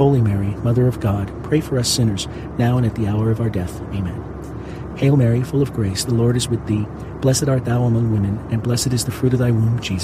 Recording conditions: inside a vehicle